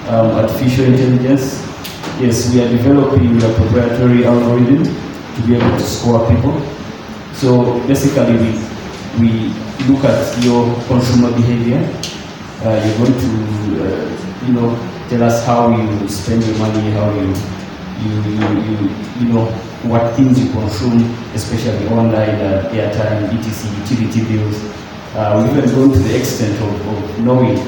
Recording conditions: live audience